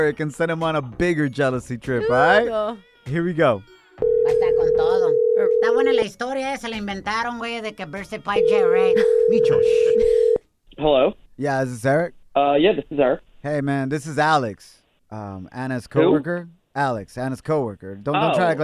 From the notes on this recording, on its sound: Today on the show, we opened up the phone lines and asked the listeners.